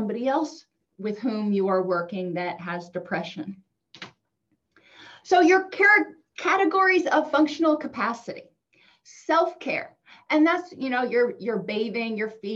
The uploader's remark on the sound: Podcast had to be done with a backup microphone, I apologize for the sound quality.